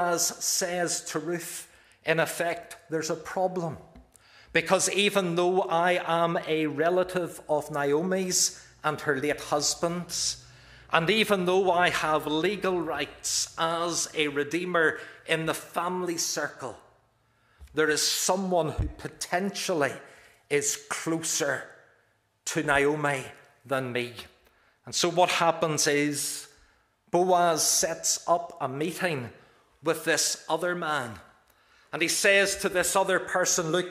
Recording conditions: large echoing room